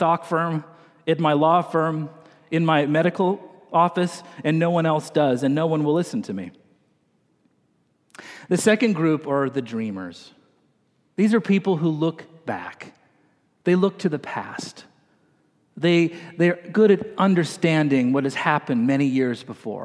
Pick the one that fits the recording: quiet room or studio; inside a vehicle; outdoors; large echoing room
large echoing room